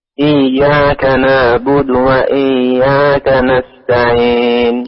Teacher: قلت إياك نعبد، كأنها مد قريب جدا، العين كأنها مختفية